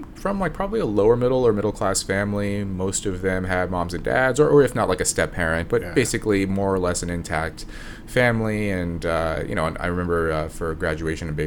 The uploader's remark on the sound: Today's episode was filmed at the ARC Conference in London